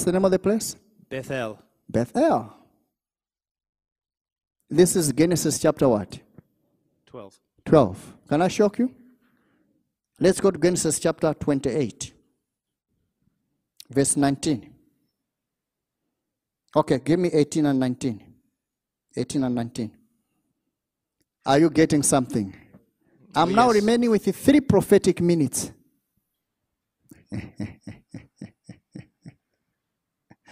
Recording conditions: live audience